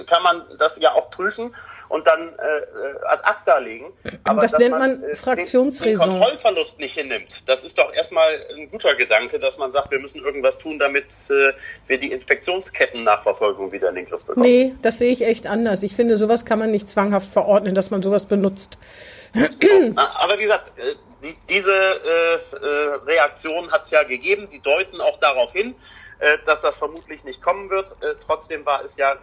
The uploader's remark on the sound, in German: "Hinten links im Kaiser Friedrich" findet coronabedingt dieses Mal wieder per Online-Schalte statt. Pandemiebedingt am Telefon.